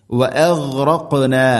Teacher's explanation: തൊണ്ടയുടെ മുഗൾ ഭാഗമാണ് ഗൈനിന്റെ മഖ്റജ്